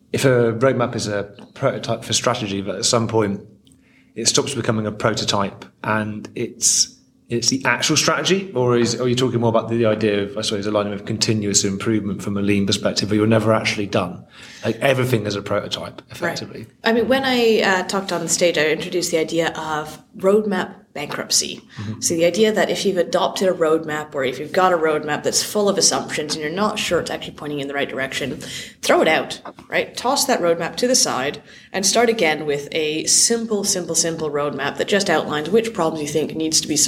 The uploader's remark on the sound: at the Product Elevation Elevation 2022 conference in Dublin